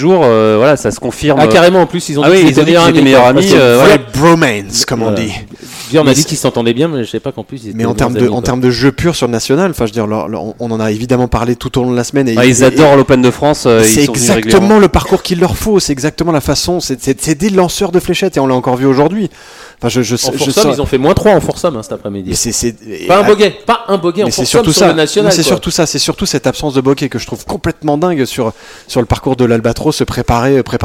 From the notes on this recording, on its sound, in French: Enregistré le samedi 29 septembre 2018 au Golf National, 78180 Saint-Quentin-en-Yvelines.